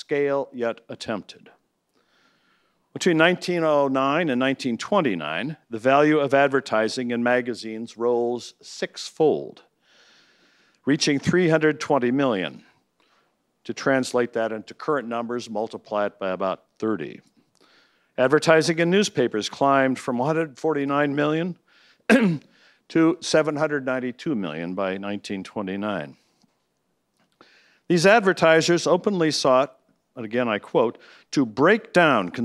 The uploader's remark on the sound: talk was part of the Parental Rights Conference at Franciscan University of Steubenville